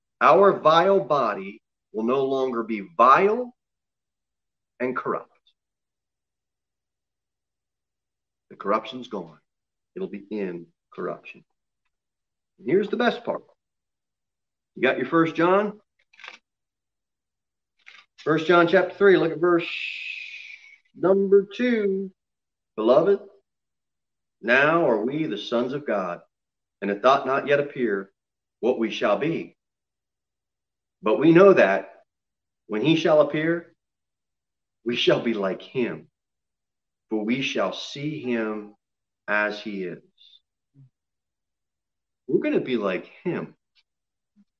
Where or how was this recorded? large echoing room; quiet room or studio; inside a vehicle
large echoing room